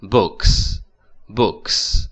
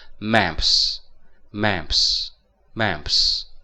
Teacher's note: 这个 s 如果它接在一个清辅音的后面，那它就发清辅音 · Term: 轻发轻